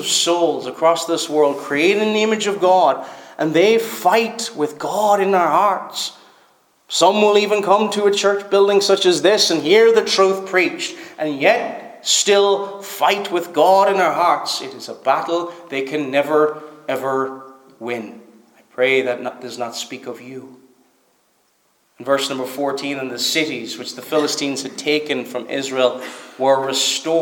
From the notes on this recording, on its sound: Preached at Stornoway Free Church -Continuing